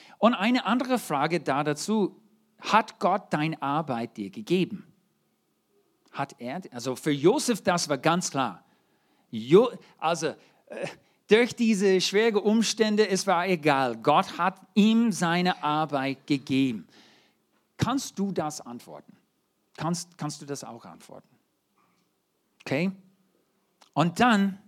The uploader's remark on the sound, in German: 2023 in der Gemeinde Kaleo Schopfheim aufgenommen.